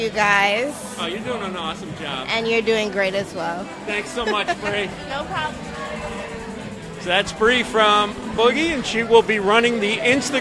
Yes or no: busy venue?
yes